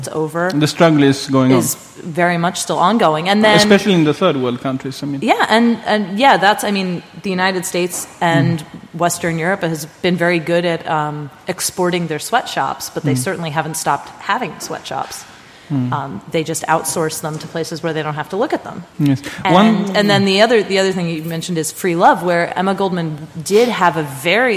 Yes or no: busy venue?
yes